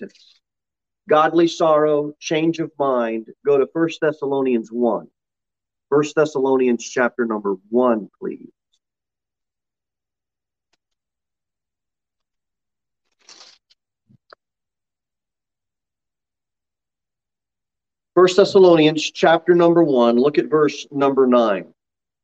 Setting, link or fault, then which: setting, large echoing room